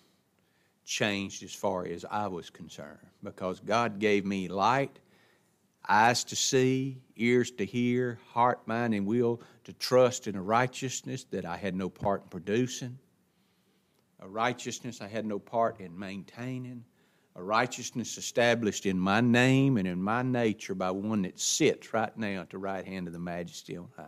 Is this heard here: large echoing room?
yes